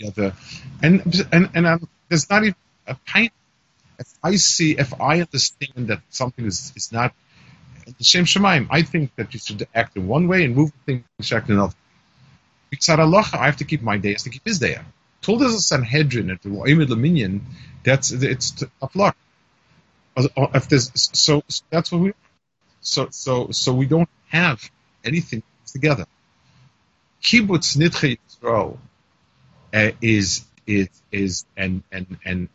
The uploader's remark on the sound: Melbourne Kollel by Skype